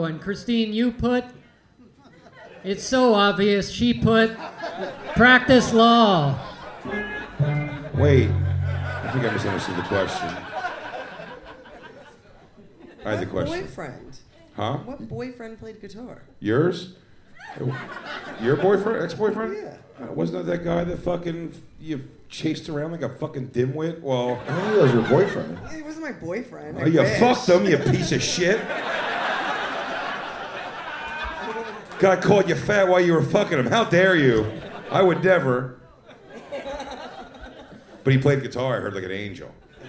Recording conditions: live audience